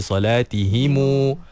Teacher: dia menghidupkan huruf mim itu dengan mad dua harakat · Term: silah